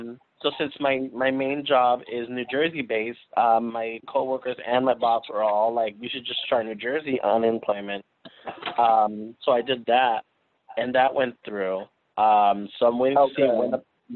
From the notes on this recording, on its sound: This week we phone in as we are all self quarantined in different states.